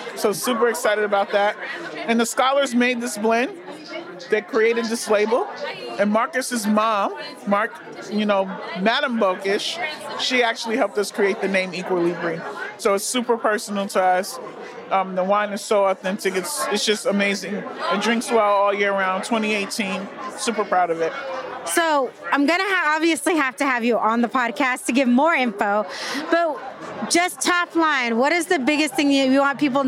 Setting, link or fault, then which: setting, busy venue